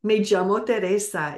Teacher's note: If you are going to study or travel to the country of Spain, the double L has kind of a J sound. Me llamo. Me llamo Teresa is how they would say it in Spain.